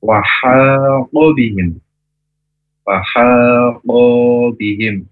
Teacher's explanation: Huruf ha dari tenggorokan yang tengah, dari bersih tipis ha, jangan sampai mendengkur. Kemudian o dari pangkal lidah ya, nafrok o, jangan sampai seperti huruf kaf.